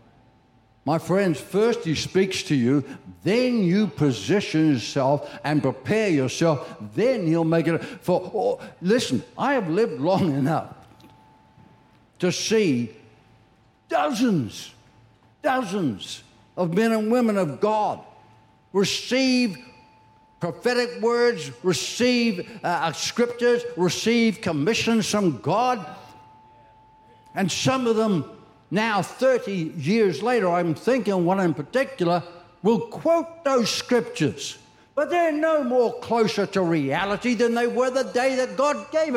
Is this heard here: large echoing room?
yes